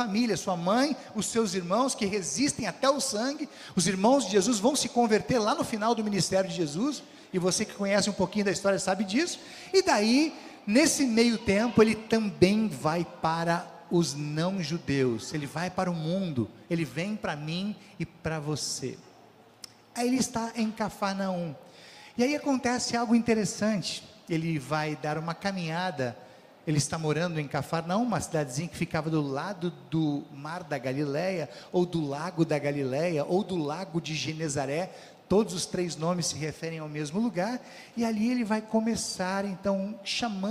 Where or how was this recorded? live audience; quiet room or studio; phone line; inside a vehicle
live audience